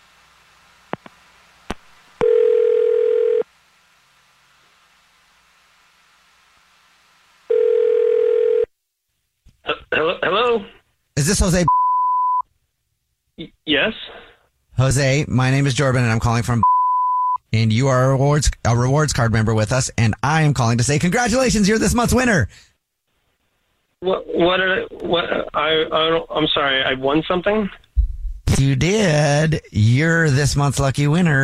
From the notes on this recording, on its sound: We have a woman on the phone